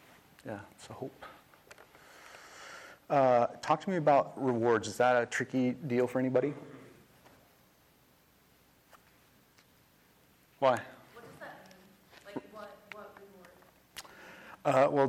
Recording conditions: large echoing room